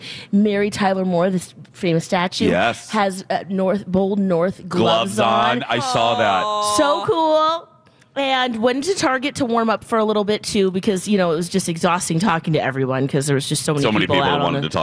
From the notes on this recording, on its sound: broadcast live from the AC Hotel for the Superbowl